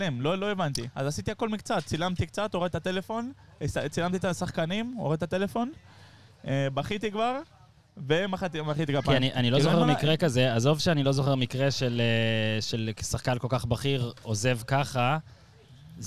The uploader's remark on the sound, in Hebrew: חג וכל האולפנים בישראל סגורים? הקלטנו על סירה באמסטרדם.